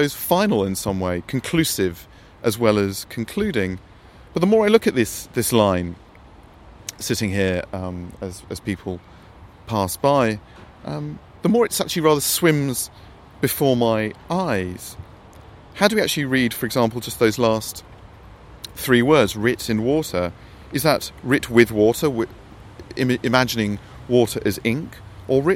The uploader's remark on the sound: Recorded in Rome’s Cimitero Acattolico. Beside the grave of John Keats.